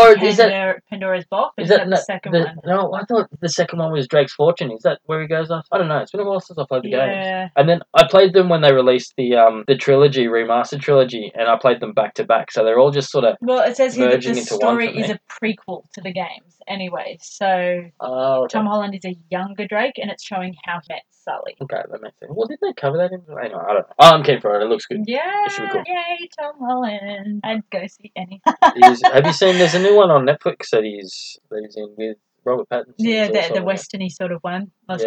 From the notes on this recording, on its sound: We apologise for the sound quality in this recording we are still learning and getting things right....